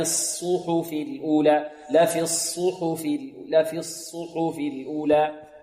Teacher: مضموم، فهنا الصاد الأولى الساكنة لا نضم فيها الشفتين، لفص لفص، والصاد الثانية المضمومة نضم الشفتين فيها